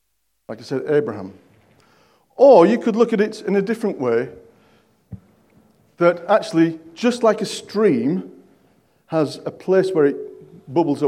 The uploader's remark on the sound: At King's Church, Cockermouth, as an audio file.